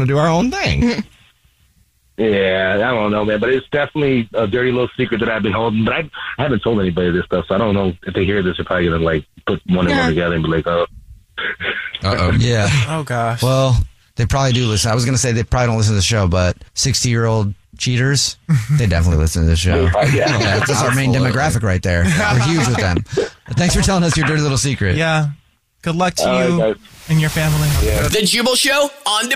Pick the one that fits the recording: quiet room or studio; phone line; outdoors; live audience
phone line